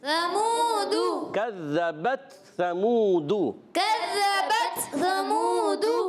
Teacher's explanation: رکھنا ہے، ثمودو، سا پر زبر ہے، میم واؤ پیش منہ، سا کی زبر کو نہیں کھینچنا، مگر میم واؤ پیش منہ، اس کو ایک الف کھینچنا ہے · Term: حرف مدہ